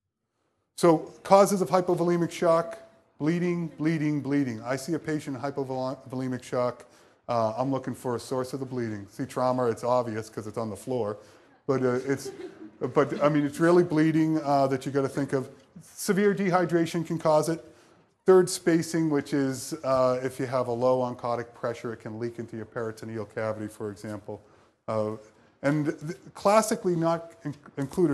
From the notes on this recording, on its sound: EM Lecture. Famous annual lecture to the first year medical students.